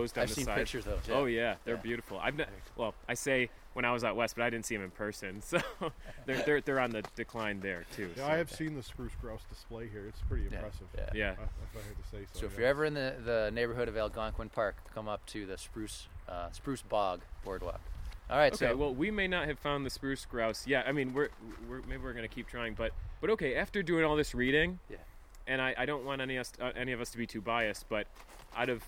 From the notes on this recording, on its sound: This episode was recorded in March of 2016 in Algonquin Provincial Park, Ontario, Canada. And, man, was it cold.